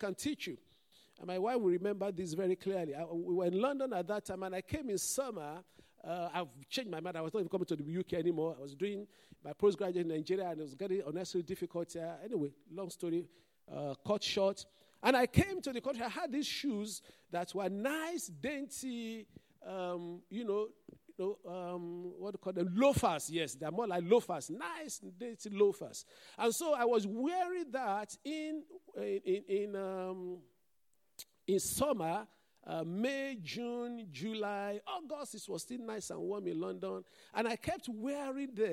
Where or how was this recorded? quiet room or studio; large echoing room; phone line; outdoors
large echoing room